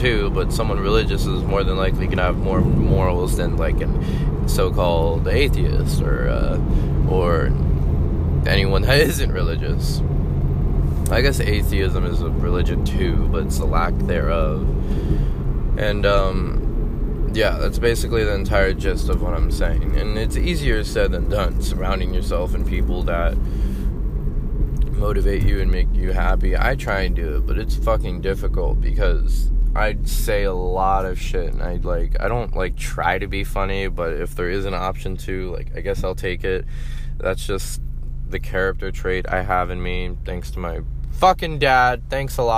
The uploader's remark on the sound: driving to work thoughts